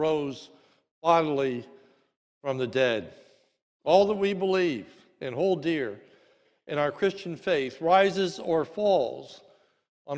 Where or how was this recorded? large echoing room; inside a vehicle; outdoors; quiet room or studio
large echoing room